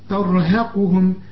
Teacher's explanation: الراء هي المفخمة والقاف كمان مفخمة